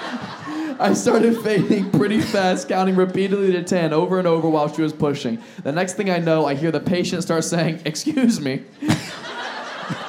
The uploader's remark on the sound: Live Show Start. This episode was filmed in front of a live audience at Funny Bone in Phoenix Arizona in May 2023.